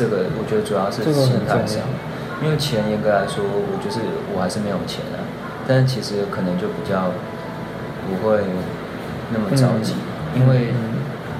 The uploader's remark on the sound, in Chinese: 直接不孝的坐下來假裝客人開始聊天，然後又不小心按到iphone7的語音備忘錄的錄音鍵。